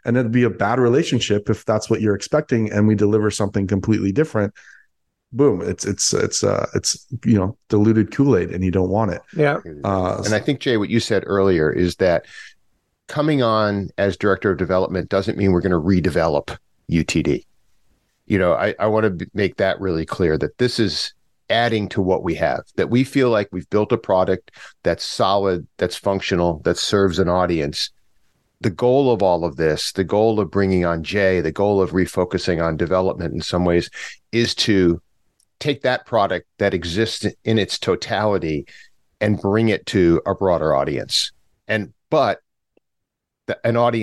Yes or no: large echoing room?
no